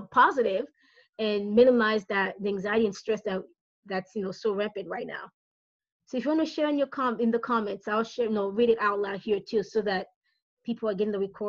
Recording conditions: video call